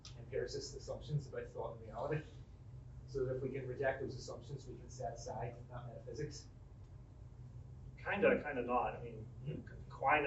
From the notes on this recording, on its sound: This lecture was given on March 29, 2023 at Trinity College Dublin.